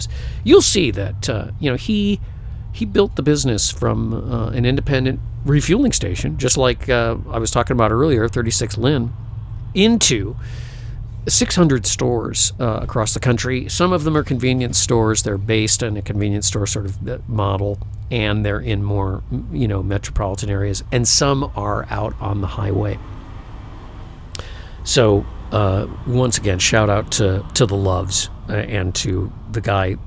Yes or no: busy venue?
yes